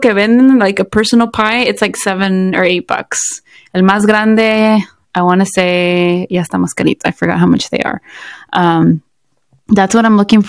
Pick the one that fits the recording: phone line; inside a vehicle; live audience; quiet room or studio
quiet room or studio